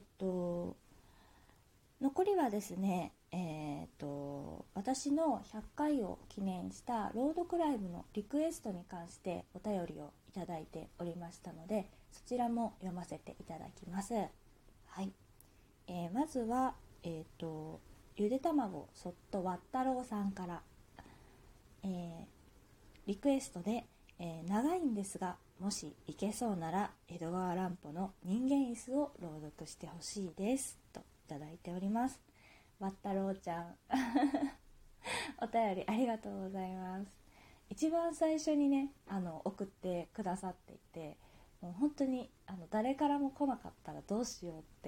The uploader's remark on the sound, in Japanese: 自宅でスマホによる収録のため様々な騒音が収録されています